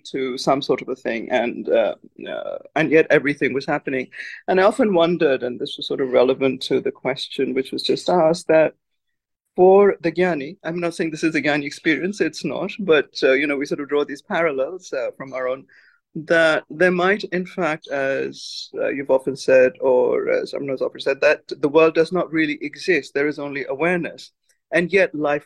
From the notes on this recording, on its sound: In a Zoom meeting with the Ramana Maharshi Foundation UK on 14th October 2023